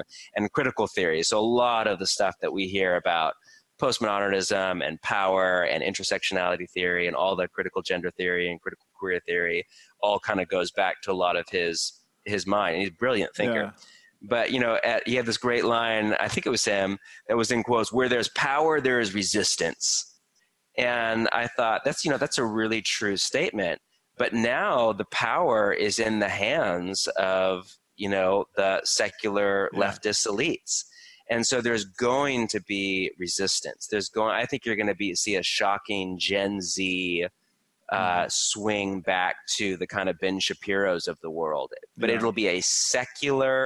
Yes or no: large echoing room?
no